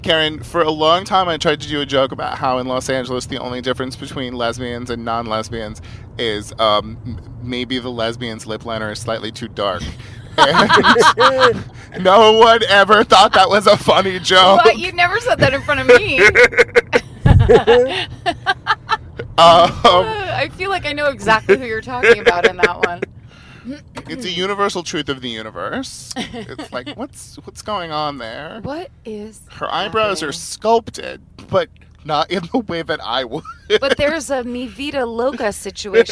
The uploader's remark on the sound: Back in the car again. Night time driving, loud sirens, dangerous wet road conditions. More than periodically looking down to make sure the levels are stable.